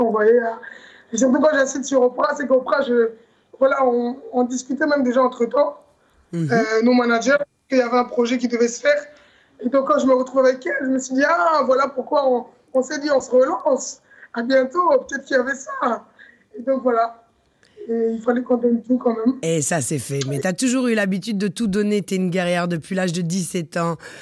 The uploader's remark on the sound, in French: une interview en visio